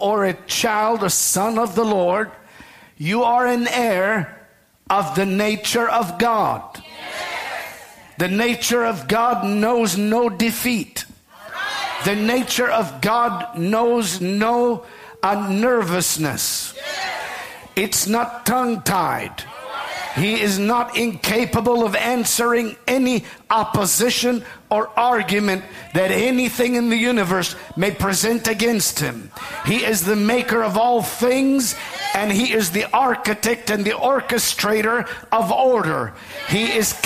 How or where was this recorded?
large echoing room